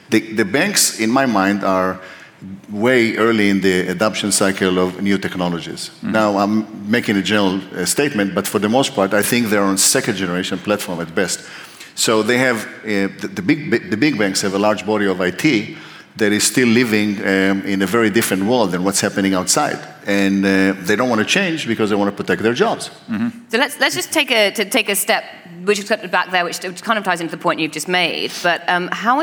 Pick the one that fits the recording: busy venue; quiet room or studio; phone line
busy venue